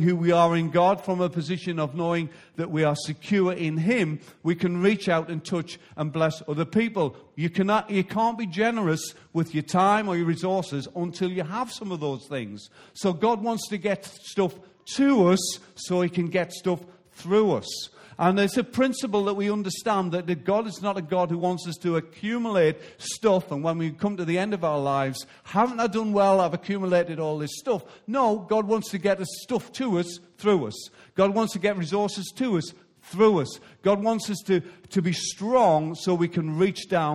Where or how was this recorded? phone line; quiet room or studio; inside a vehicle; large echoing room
large echoing room